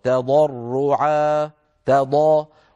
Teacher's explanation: لابد من ترقيق التاء وتفخيم الضاء